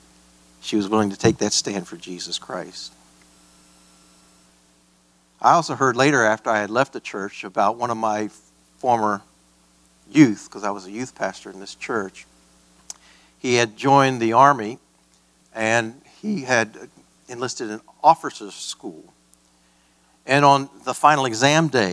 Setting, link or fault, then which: setting, large echoing room